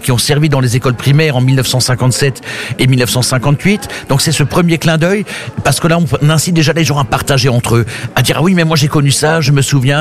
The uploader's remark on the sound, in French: en direct depuis le caveau saint-Barbe à Sélestat